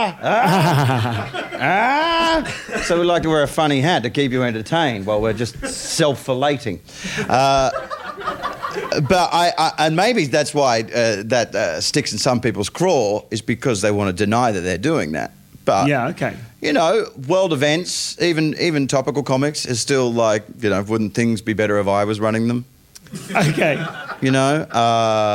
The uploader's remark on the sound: Recorded live at the Gilded Balloon at the 2013 Edinburgh Fringe.